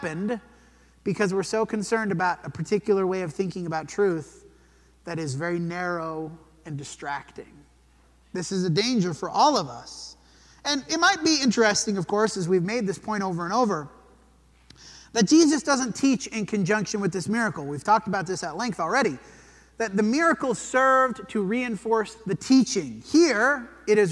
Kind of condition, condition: setting, large echoing room